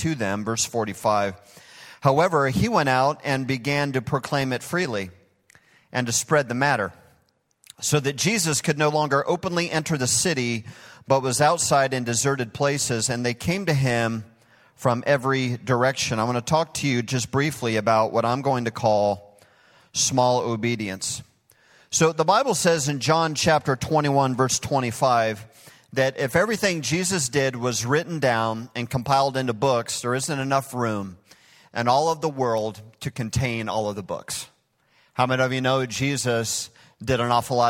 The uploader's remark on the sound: Recorded live at Hope Church in Springfield, Mo.